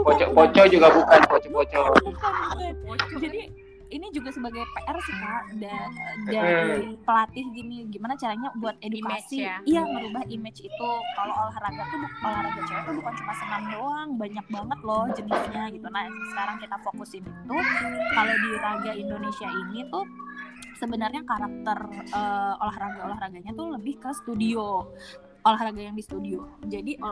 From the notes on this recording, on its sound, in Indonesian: maafkan soundnya yah aga noisy